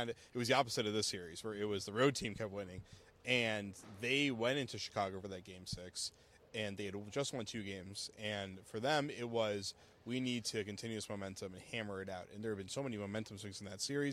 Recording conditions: busy venue